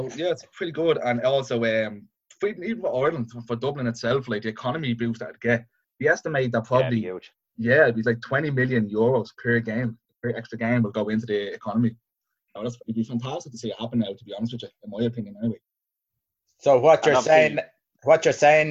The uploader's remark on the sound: Zoom Chat